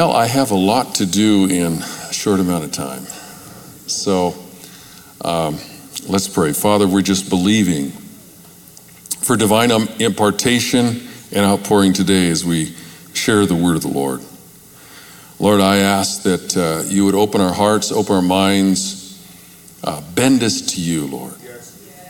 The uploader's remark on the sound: Recorded Live from Capital Church in Meridian, Idaho